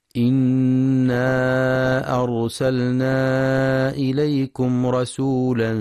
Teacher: ينتبه القارئ لتفخيم راء أرسلنا، فهي ساكنة وما قبلها مفتوح